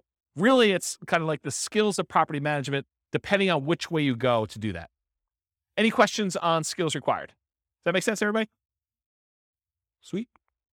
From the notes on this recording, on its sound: This was a live class recorded